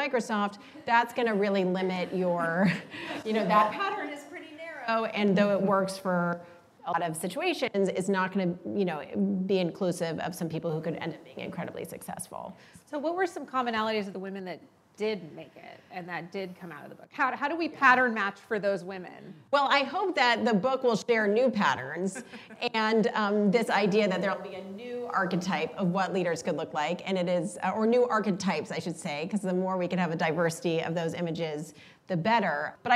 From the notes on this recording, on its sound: spoke in front of a live, female-majority audience in late 2022 as part of Greylock's Iconversations speaker series